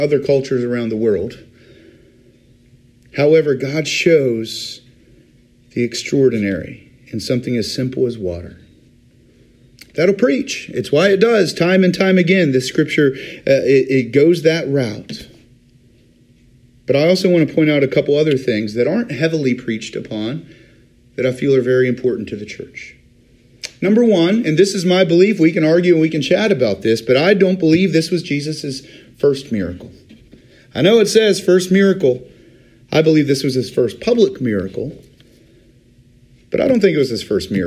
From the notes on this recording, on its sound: Today's recording is taken from Riverview UMC's Wednesday Communion Service